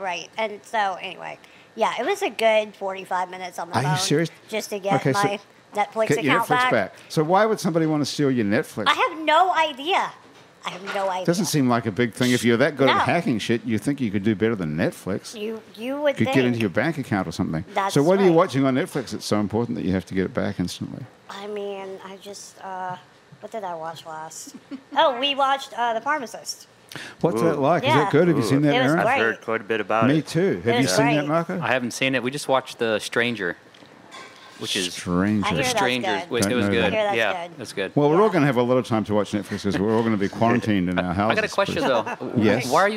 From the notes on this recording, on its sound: Happy Hour is recorded live at the iconic Maple Leaf Bar in New Orleans.